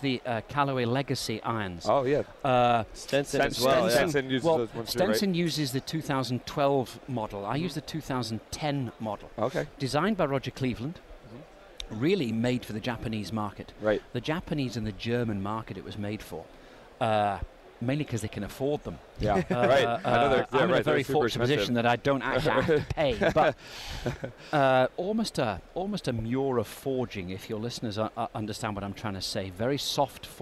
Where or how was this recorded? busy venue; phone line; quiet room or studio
busy venue